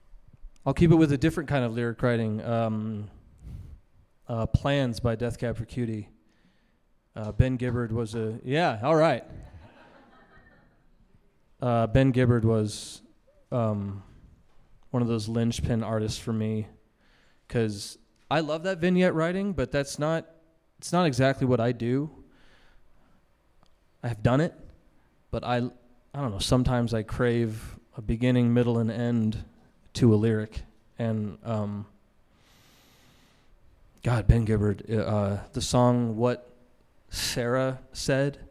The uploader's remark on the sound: This episode was recorded before a live audience at the Boulder Roots Music Project.